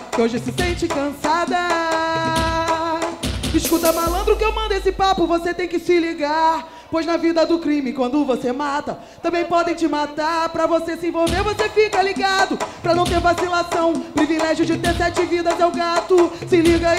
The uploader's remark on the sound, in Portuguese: Ao Vivo Roda De Funk